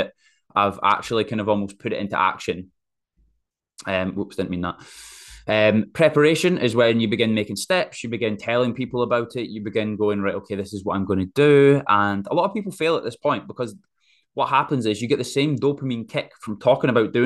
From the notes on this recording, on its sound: In-House Zoom Training. This episode of the podcast is a podcast recording of a live zoom that i provided in house for my clients within the 9-5 athlete.